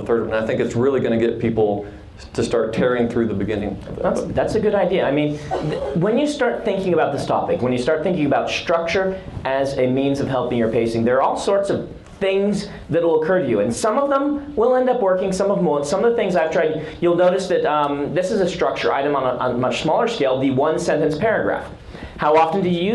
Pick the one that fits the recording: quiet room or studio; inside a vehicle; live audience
live audience